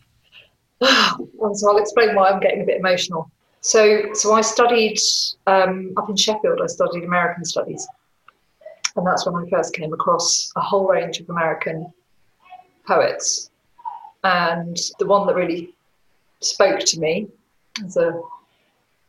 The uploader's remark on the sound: Online, via video call. For one of our 'Lockdown Exchanges' that took place as part of City of Literature - a week of conversations, reflections and connections presented by the National Centre for Writing and Norfolk & Norwich Festival.